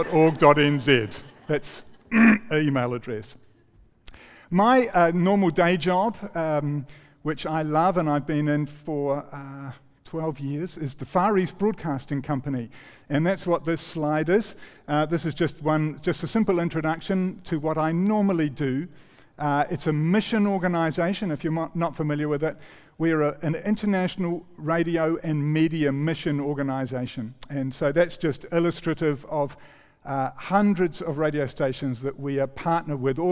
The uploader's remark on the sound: recorded 5-11-23 PM gathering